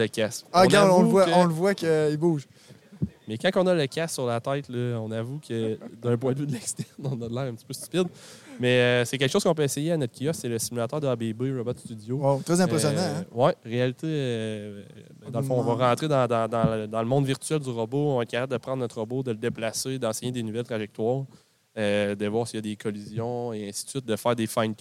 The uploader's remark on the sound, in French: En direct du salon de la robotique et l'automatisation de Ste-Marie